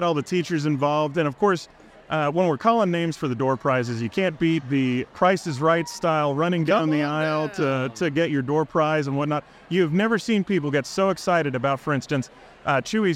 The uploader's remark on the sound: Recently held a live recording at the Thank-a-Teacher Celebration event, Sponsored by Sam's Furniture. The event, which was attended by over 1,500 teachers, was a celebration of educators and their impact on the community.